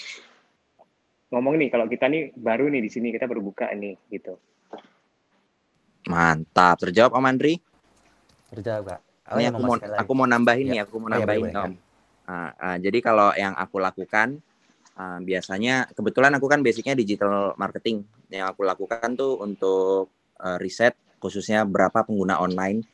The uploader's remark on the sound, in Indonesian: Clubhouse Session. Rekaman clubhouse sesi ke-11.